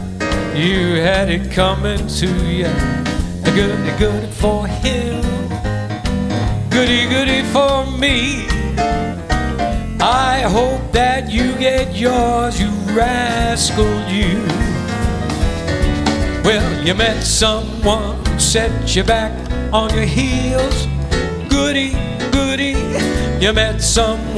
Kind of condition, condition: setting, busy venue